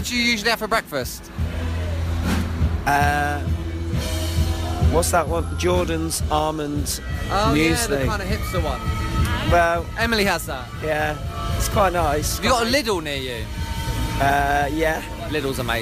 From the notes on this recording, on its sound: We are live on the London Underground for a rush hour slog on several crowded tube carriages. Among the crowds.